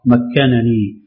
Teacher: فيصير النطق بنونين الأولى مفتوحة والثانية مكسورة مكنني، والباقون بنون واحدة مشددة مكسورة. · Term: الإظهار